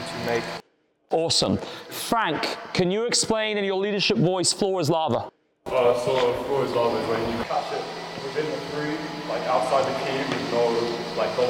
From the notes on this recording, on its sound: Behind the scenes with some sounds of a recent coaches clinic. Debriefing and conversing with players and coaches.